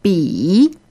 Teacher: B-I, third tone, that's the low tone.